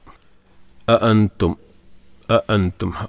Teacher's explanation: അ അൻതും ഹംസ പറഞ്ഞല്ലോ, ശ്രദ്ധിച്ച് ഉച്ചരിക്കണം. മലയാളത്തിൽ നമ്മൾ ആ പറയുന്ന ഉച്ചാരണമല്ല, അ കുറച്ചും കൂടിയും ഹൽക്കുന്നാണ് ശബ്ദം വരേണ്ടത്.